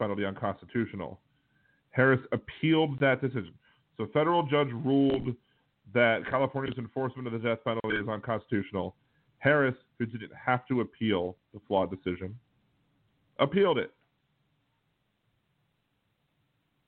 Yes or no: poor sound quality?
no